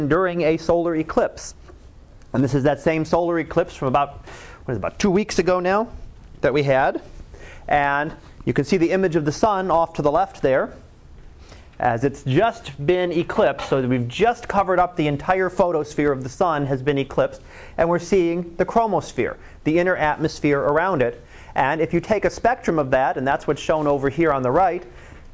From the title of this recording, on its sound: Live Class Lecture 2013 Nov 15